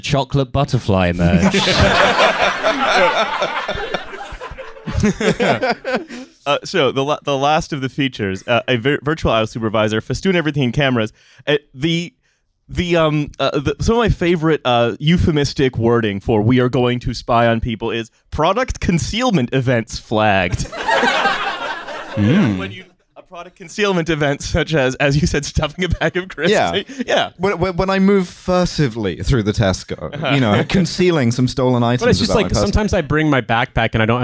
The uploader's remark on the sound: TF Live in Birmingham. For stop one of the Trashfuture Regional Authenticity Tour 2023, we had a live show at the Glee Club in Birmingham.